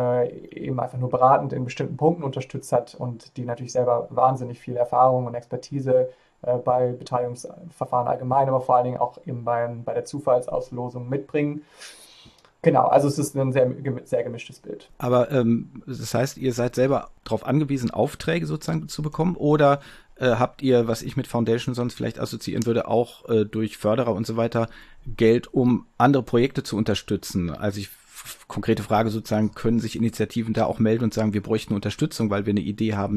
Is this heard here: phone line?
no